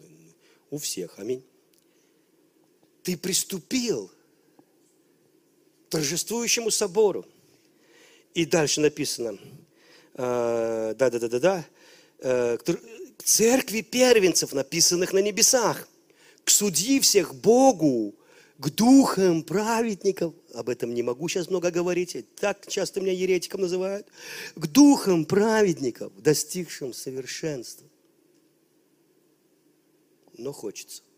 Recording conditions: large echoing room